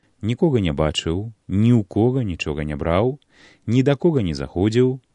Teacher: Словы «ніхто» і «нішто» ў родным і давальным склонах маюць націскныя склады «ко» і «чо».